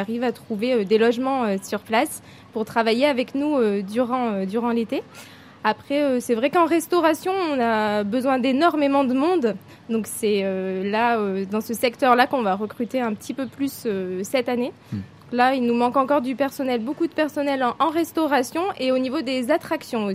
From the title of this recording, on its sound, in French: En Direct de Walibi Rhône-Alpes